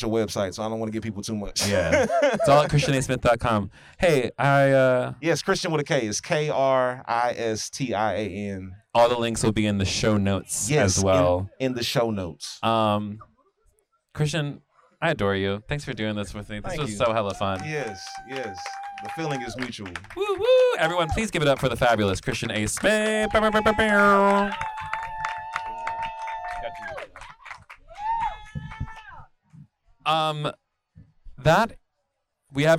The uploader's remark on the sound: This convo was LIVE at reds beer garden ATL earlier this year.